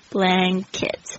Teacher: 这个 N 的声音是后舌音的嗯的声音